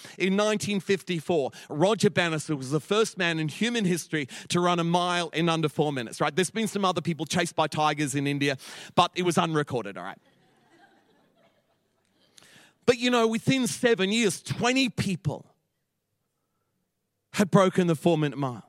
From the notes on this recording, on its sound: Echo Church Melbourne